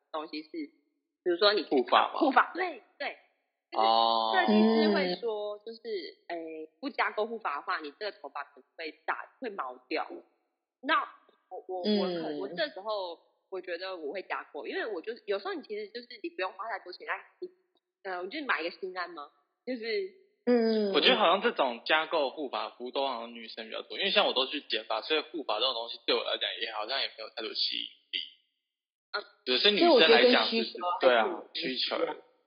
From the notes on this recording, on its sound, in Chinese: 本集因錄音方式導致收音欠佳